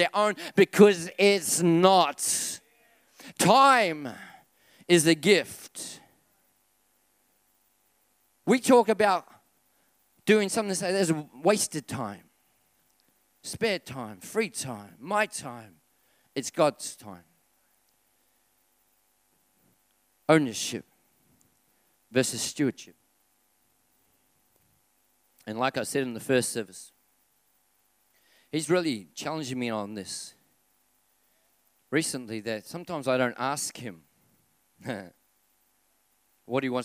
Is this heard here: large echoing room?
yes